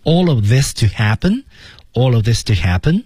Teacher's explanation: all of 这是绝对的要连读的